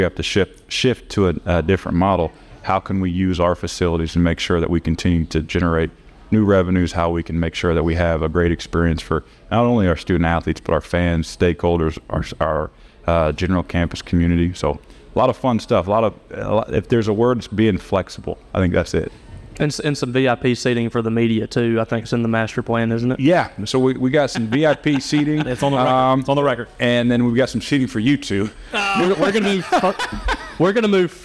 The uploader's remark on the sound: live on the T&L Catfish Tour from the Little Dooey